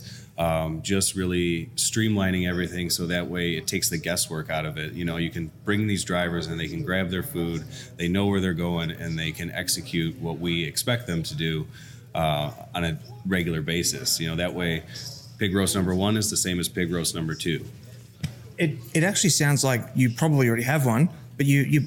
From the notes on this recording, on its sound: NBBQA Conference - Day 1. In this episode, you’ll find a collection on interviews I recorded on the Thursday - the first day of the conference sessions.